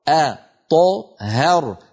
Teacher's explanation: هناك تناوب بين الحروف بين التفخيم والترقيق. أ مرققة، ط مفخمة، ه مرققة، هر الراء مفخمة.